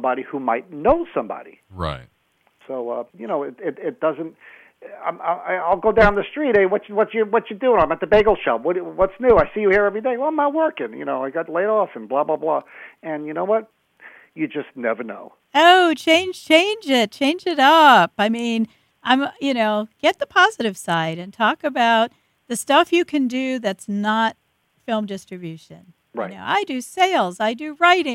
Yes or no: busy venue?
no